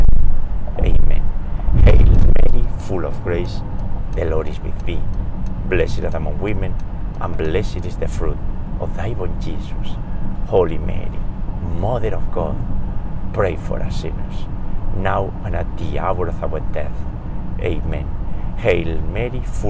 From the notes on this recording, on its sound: We pray today's Rosary while driving around New York State.